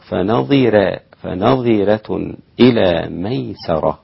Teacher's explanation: فنظرة رقق الراء الإمام ورش لأنه لا يعتمد حركة الراء بل يعتمد ما قبلها. فنظرة، الضاء مكسورة، فنظرة، فنظرة إلى ميسرة.